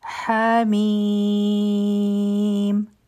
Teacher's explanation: آیا نمبر 1، حمیم. ح دو حرکه، میم مدی لازم دی او د دې مقدار شپږ حرکه دی